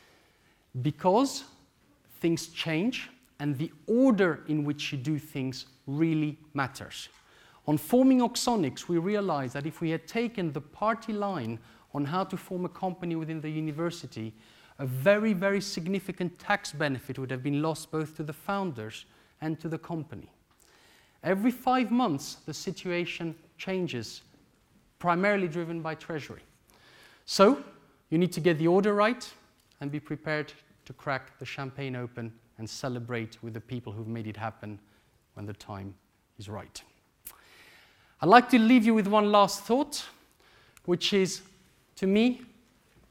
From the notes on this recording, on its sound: This lecture took place at the Saïd Business School, University of Oxford on October 14th, 2014